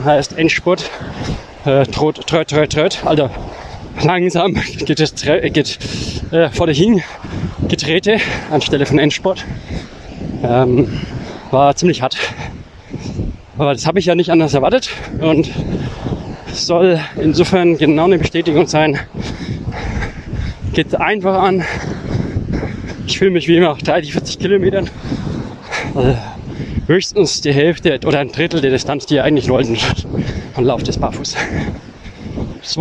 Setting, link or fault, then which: setting, outdoors